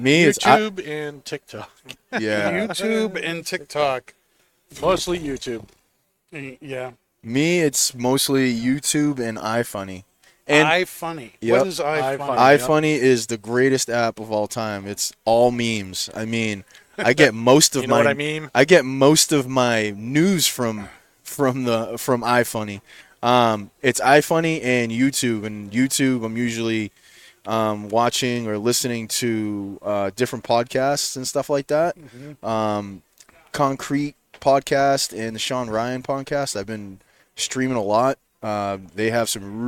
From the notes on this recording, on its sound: Recorded live from the 7-20-4 Lounge!